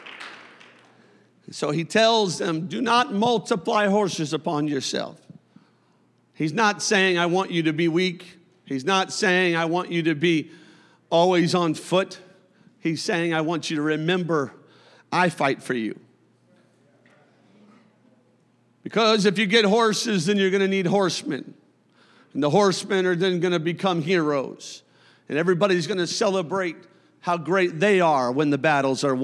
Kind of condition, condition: setting, large echoing room